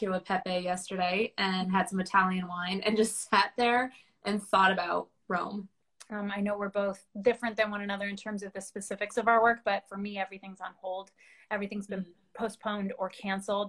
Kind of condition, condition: link, video call